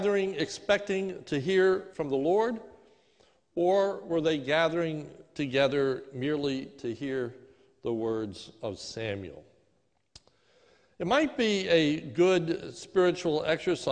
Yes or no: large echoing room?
yes